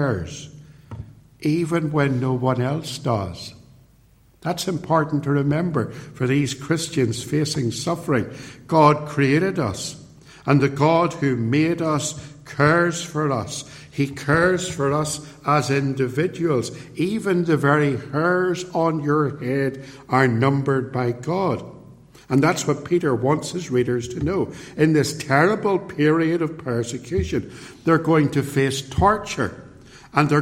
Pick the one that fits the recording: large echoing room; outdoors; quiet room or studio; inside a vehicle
large echoing room